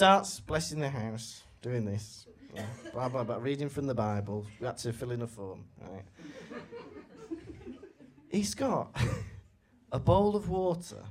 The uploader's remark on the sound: Recorded live in Manchester.